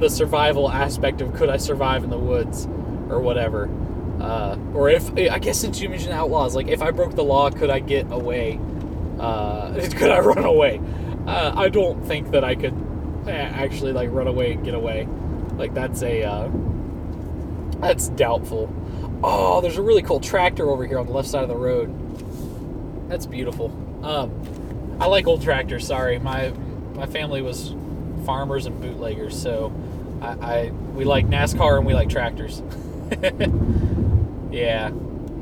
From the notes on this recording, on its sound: Thoughts From The Car.